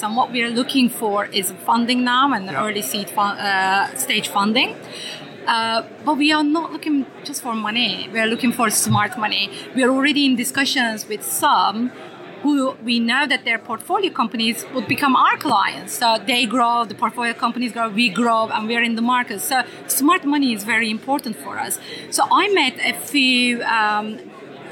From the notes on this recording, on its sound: During two days of workshops, fireside chats and talks, we grabbed 14 leaders and founders to share their views on the sector, and tell us why they were there. Enjoy the selection from the conference floor!